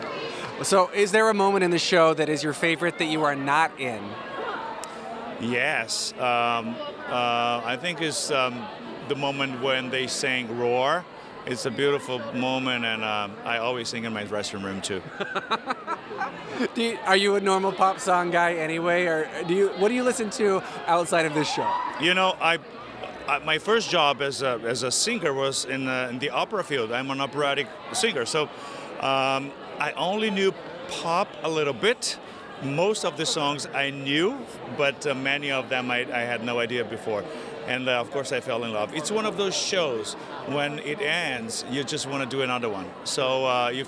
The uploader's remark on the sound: Red Carpet Opening Night Interviews. From the red carpet on opening night!